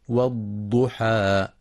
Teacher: ينتبه القارئ لتفخيم الضاد المضمومة مع إعطائها صفة الاستطالة، ويخطئ من يقرأ والضحى بالضاء والضحى، والصواب إخراجها من مخرجها